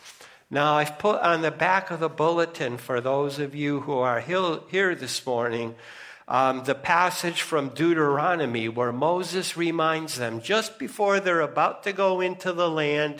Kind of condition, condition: setting, large echoing room